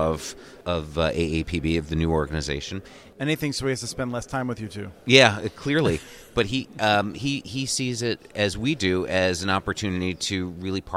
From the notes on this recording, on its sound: joined live from Broadband Communities